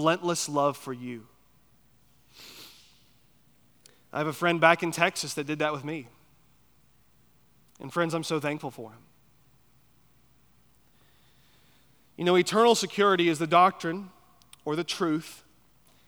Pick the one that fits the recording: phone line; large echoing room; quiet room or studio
large echoing room